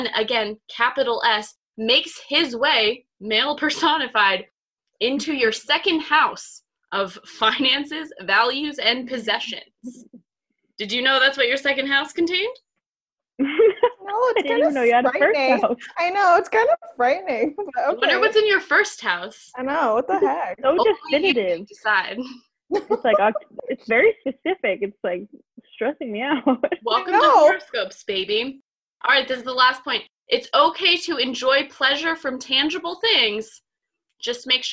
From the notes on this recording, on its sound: reunite in the Zoom room